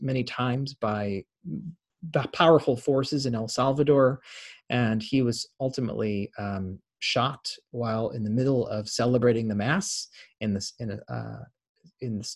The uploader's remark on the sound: Interfaith Zoom Class. Zoom lecture.